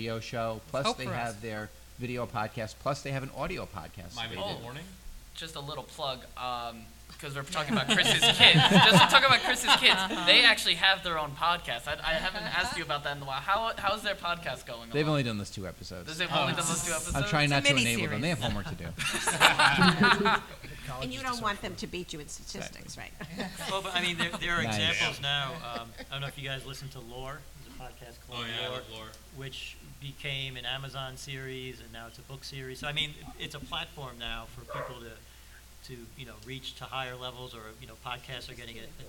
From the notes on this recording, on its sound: This episode is a panel discussion. We had a live studio audience at the Sachem Public Library.